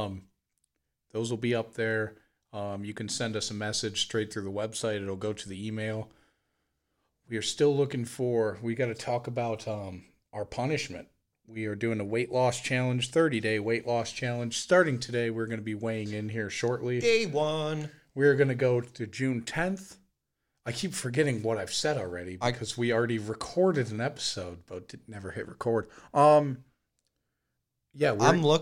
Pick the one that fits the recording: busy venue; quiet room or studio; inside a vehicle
quiet room or studio